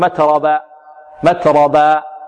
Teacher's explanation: أو مسكينا ذا متربة، متربة هنا همس التاء، مت متربة متربة، راء الراء مفخمة والهاء لابد من بيانها